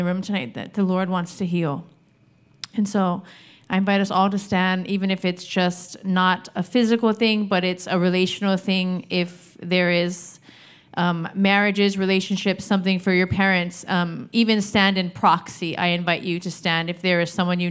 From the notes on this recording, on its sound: Recorded Sunday evening service at Reunion Hawaii